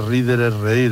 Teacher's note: Una sonora entre dos vocales se pierde